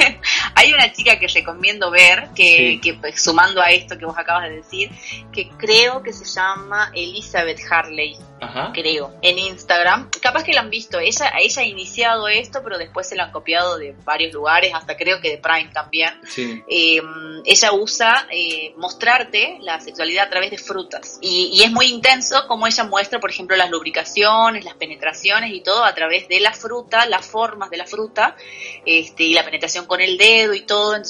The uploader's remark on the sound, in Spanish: Charlas íntimas con un sonido de mierda